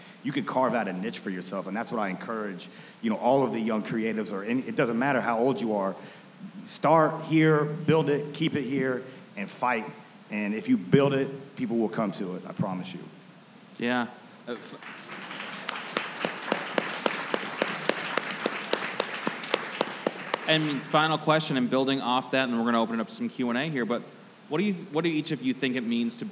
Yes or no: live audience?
yes